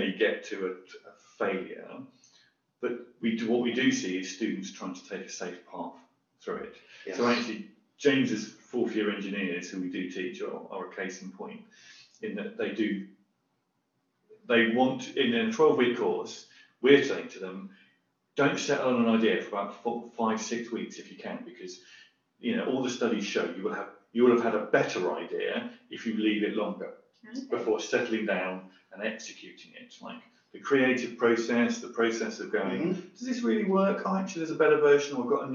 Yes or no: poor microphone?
yes